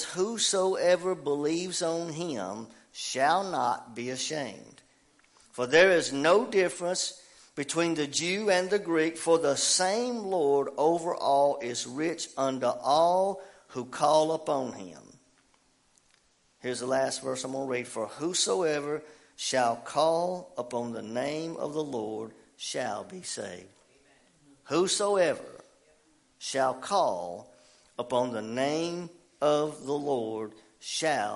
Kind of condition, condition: setting, live audience